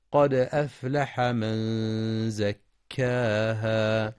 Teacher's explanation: ينتبه القارئ لقلقلة الدال في قد ولترقيق الهمزة واللام في أفلح مع بيان همس الفاء، فلا يقرأ أفلح، كما يراعى الإخفاء الحقيقي للنون الساكنة عند الزاي في من زكاها مع إثبات المد الطبيعي حركتين عند الوقف.